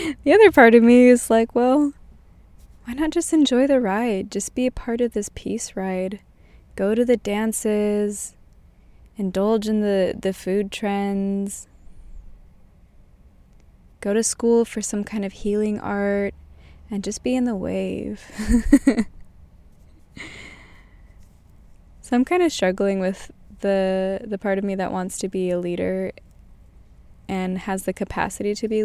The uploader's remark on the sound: In my car in downtown sac, it's at least 80 degrees Fahrenheit in here.